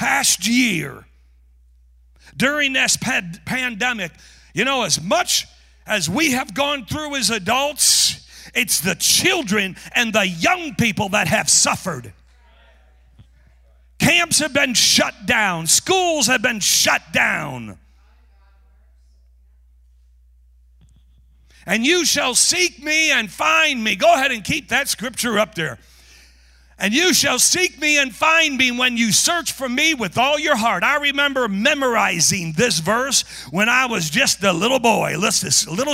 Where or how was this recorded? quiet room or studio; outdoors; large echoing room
large echoing room